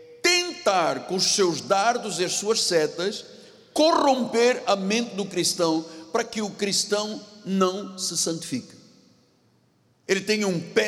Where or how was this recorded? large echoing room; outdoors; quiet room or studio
large echoing room